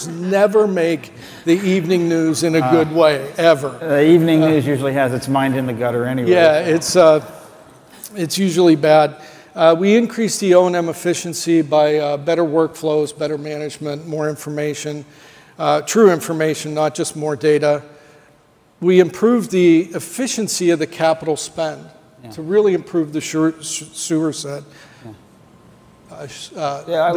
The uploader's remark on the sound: The best of live interviews from GreenBiz events.